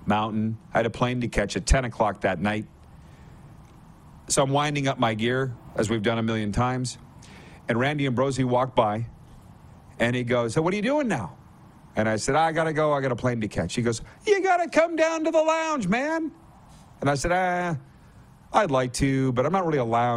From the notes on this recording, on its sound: LIVE from the CFL's Winter Meetings in Kananaskis, Alberta